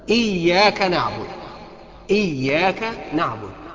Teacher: الهمزة لازم من الطبيعي انك انت لازم ترققها، لانها همزة مكسورة ومستحيل انك انت تتعرض لها بالتفخيم، مش هتقول اياك، لا، ولكن هي مرققة طبيعي، ومش هتقدر انت تسمينها اكتر من الحرف اللي انزله ربنا عليه.